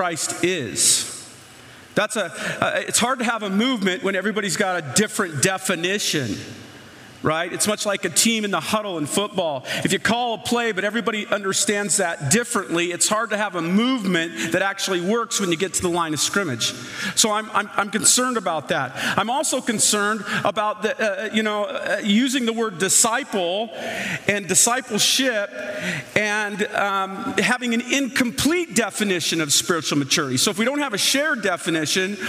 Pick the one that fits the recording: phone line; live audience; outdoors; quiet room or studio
live audience